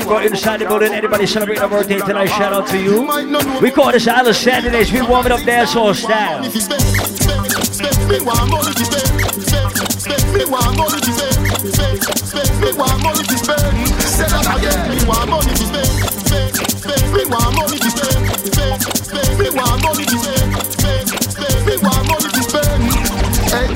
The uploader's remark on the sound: LIVE AT ISLAND SATURDAYS. Live party audio featuring 100% Dancehall, Reggae and Soca.